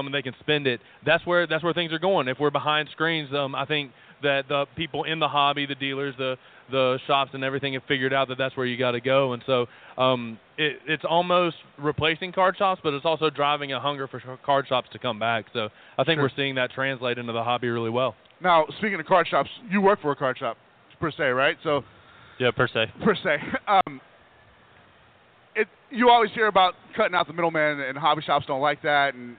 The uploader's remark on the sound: the Podcast Roundtable from the 2018 National Sports Collectors Convention